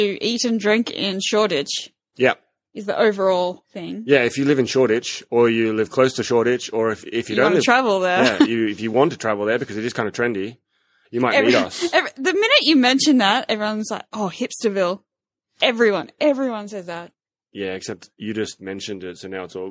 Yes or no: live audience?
no